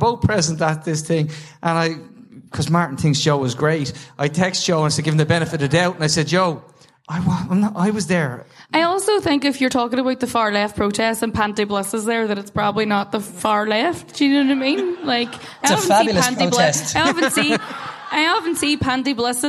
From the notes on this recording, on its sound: part 3 of the recent Sugar Club Live show